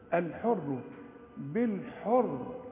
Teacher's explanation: الراء مكسورة عند الوقف تفخم لأن قبلها مضموم